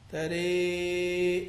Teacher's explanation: وإذا وقف أمال الراء والهمزة معا